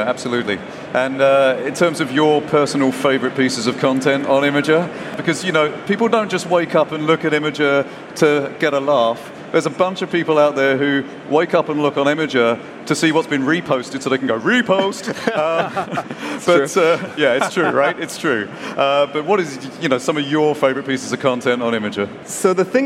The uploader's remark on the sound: This week, we bring you the first VB Engage to have been recorded live on stage! At Web Summit in Lisbon earlier this year.